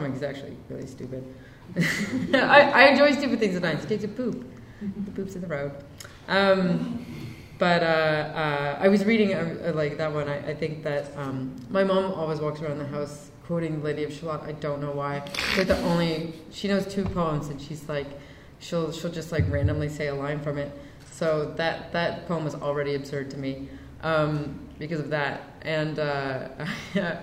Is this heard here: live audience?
yes